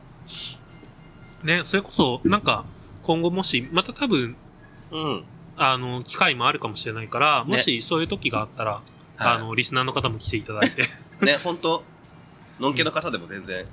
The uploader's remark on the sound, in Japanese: 今日は初の屋外収録でハッシュタグ回をお送りします。屋外なのにだいぶノイズを減らせたみたいです。